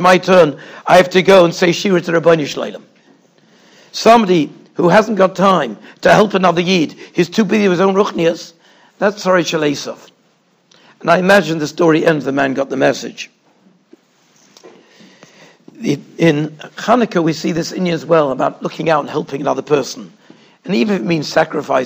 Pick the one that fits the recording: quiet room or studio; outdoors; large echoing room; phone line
large echoing room